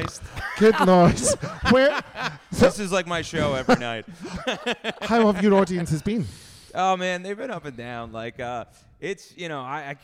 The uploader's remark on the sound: We're back with some of the Edinburgh Fringe live shows. This hour-long recording of their podcast.